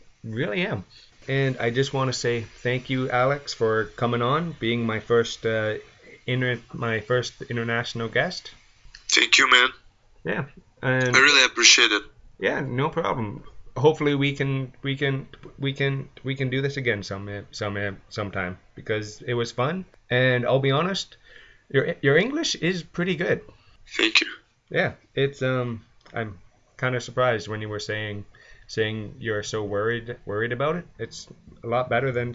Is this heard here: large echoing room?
no